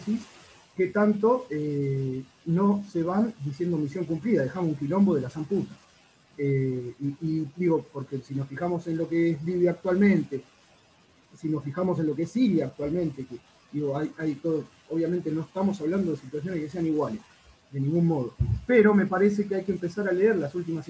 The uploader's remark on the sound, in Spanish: Estamos trabajando en mejorar el audio pero dada la premura de las circunstancias, decidimos subirlo así, en crudo, punky, cloaquero, artesanal.